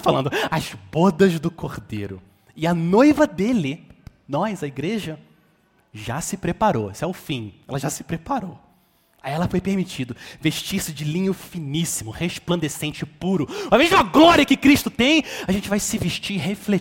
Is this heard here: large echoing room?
yes